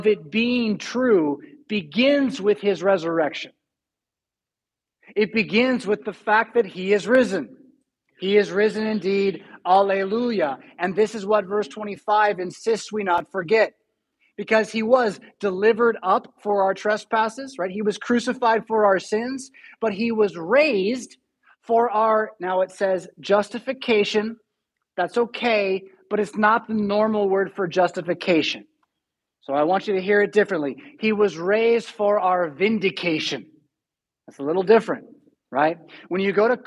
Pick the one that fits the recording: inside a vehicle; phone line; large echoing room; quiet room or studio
large echoing room